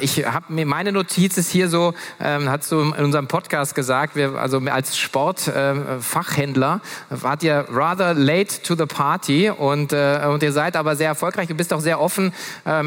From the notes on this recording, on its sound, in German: Für eine spannende Gesprächsrunde auf der Future Retail Stage der K5 Konferenz 2023